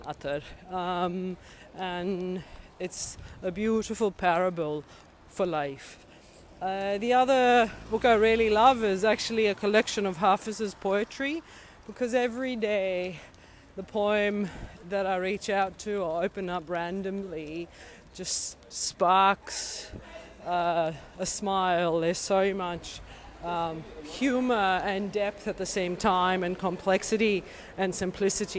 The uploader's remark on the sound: A walking interview through Berlin Schöneberg with an emergency doctor.